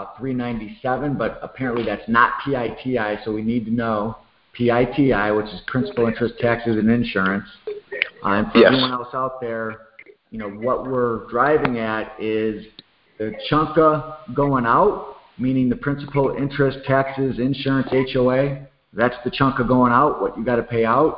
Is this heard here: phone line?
yes